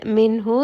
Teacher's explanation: So here this is going to be pronounced خير منه، and then منه، this is going to be إظهار. نون ساكن is pronounced very clearly, so there's going to be no merging, no hiding of the نون here, just pronounced it very clearly.